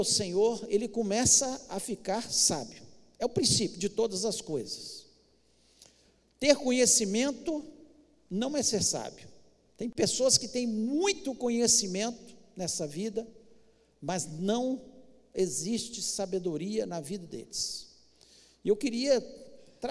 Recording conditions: large echoing room